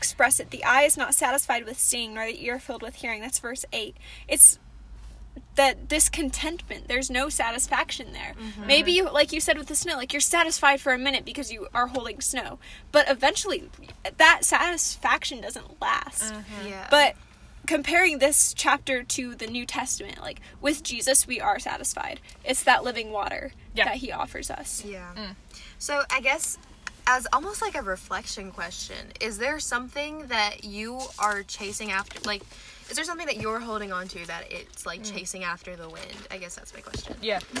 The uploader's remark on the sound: Convos in the Car